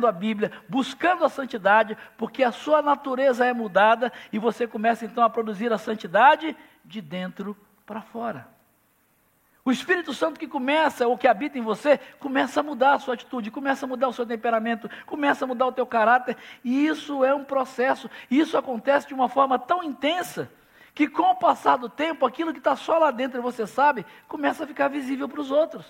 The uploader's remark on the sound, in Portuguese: Celebração ao vivo